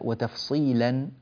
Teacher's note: اللام في قوله تعالى وتفصيلا لام مرققة